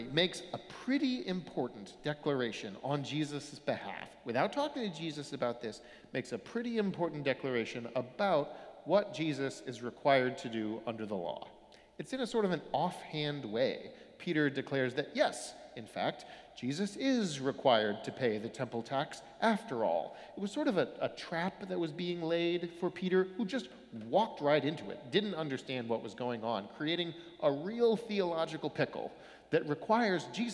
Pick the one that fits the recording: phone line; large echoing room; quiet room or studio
large echoing room